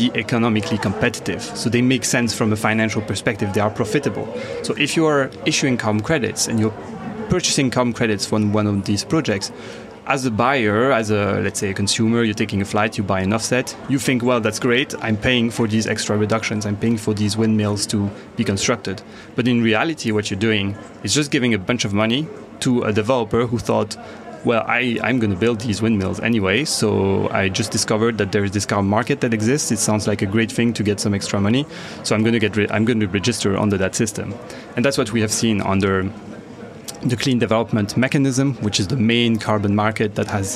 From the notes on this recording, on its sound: At COP26. Joining us from a busy COP26 conference centre.